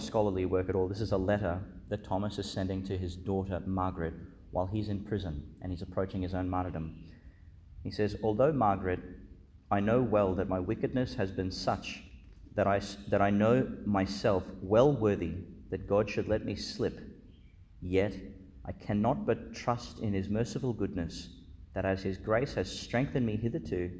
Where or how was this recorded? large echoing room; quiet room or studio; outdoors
large echoing room